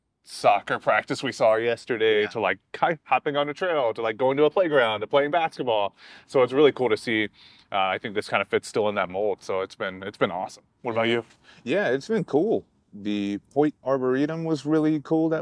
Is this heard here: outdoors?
yes